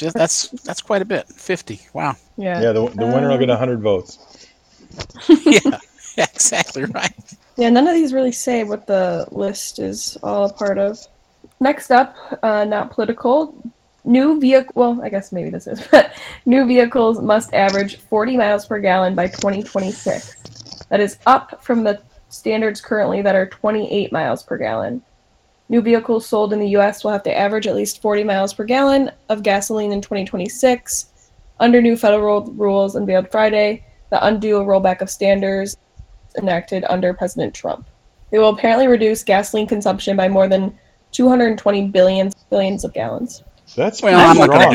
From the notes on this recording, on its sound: Apologies for the sound level differences and intermittent crackle.